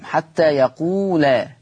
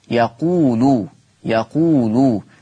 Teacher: أما ورش عن نافع فيقرأ بضم اللام · Shown in: second take